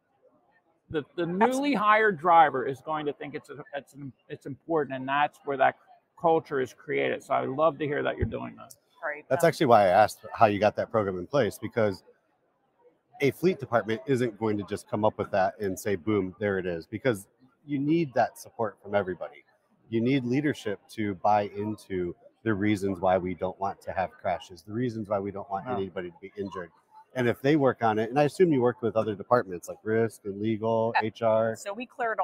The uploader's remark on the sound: Live From NAFA 2023